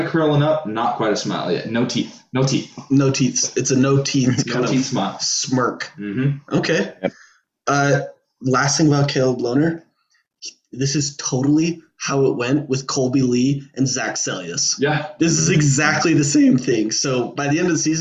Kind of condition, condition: link, video call